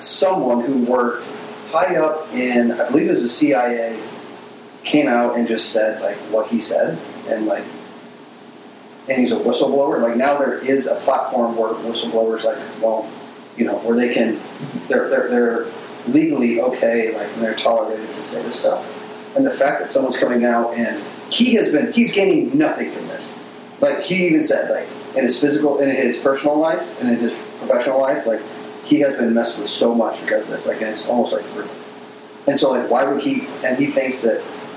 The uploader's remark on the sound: This is the first episode we did while filming video. Our audio did not record correctly so we had to extract the audio from the video camera.